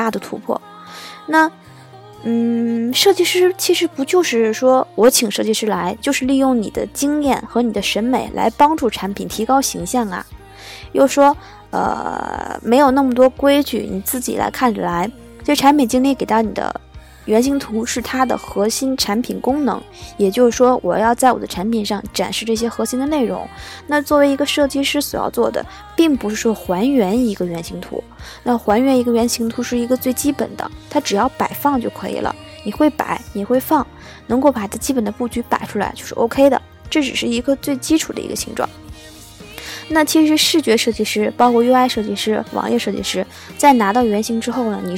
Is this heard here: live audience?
no